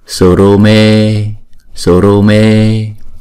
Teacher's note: bởi vì chữ e là hai nhịp thì chúng ta đọc kéo dài chữ e này một chút. Sorome sumate, ha, chữ a này là hai nhịp, chữ e này là hai nhịp.